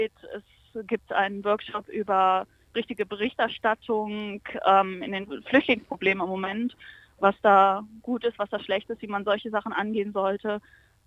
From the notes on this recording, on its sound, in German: Re:publica | Telefoninterview.